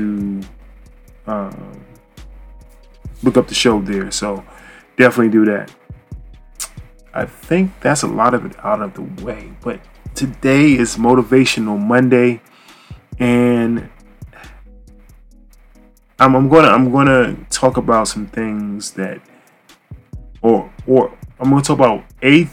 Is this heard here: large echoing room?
no